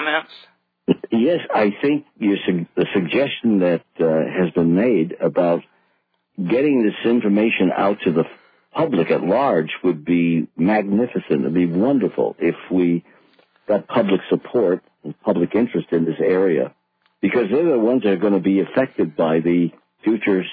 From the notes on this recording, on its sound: This was an excellent discussion with good emails and listener phone calls.